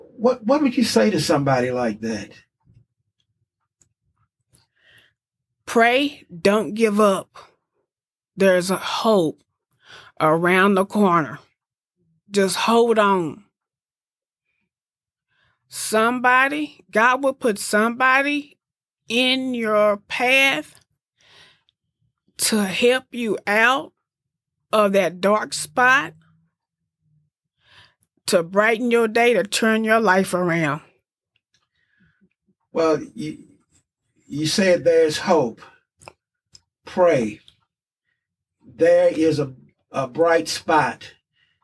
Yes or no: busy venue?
no